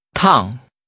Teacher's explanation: Using a falling tone, say, too hot, literally, scalding.